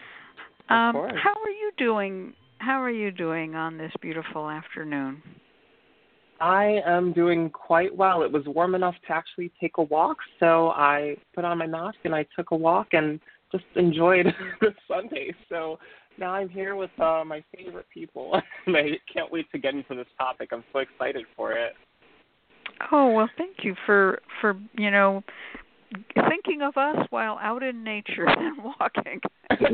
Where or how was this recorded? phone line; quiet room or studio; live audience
phone line